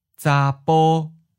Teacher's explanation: because bo for male begins with a voiceless b spelled P, your vocal cords have to stop vibrating for a split second between two vowels · Term: unaspirated, voiceless P